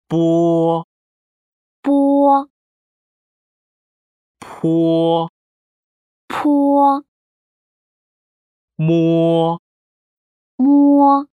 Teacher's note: 윗입술과 아랫입술을 붙였다가 떼면서 발음합니다.